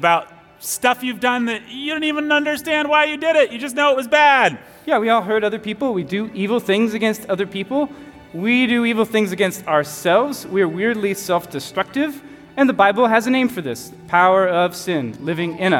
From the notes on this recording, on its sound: Recorded live at Church of the King.